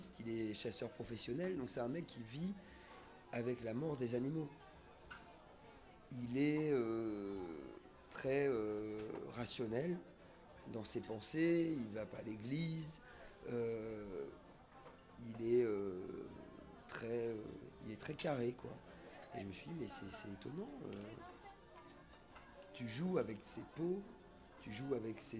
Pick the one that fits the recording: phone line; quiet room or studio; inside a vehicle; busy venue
busy venue